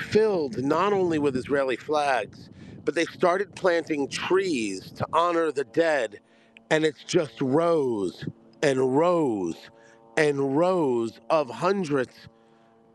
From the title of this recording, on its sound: report from the Re'im music festival massacre site